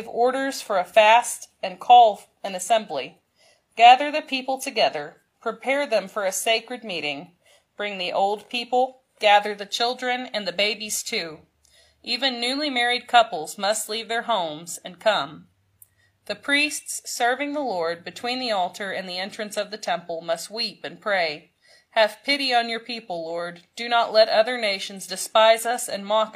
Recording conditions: large echoing room